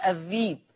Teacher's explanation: ثلاثة، لفظ الذئب في سورة يوسف يقرأ ورش الذيب، يبدل الهمزة ياء عشان ما قبلها كسر